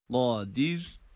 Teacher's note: kaf kalın dir derken de ra'yı ince okuyoruz